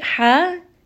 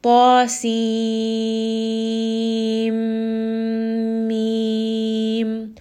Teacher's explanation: in between the seen and the meme, you heard a ghunna. You heard that idgham, that it went up within the nose. · Shown in: second take